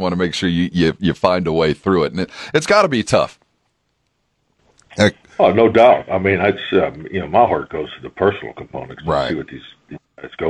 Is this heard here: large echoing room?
no